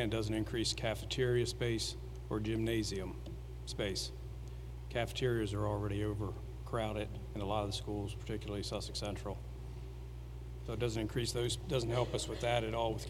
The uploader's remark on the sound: An audio recording of the Board of Education regular meeting on March 25, 2019.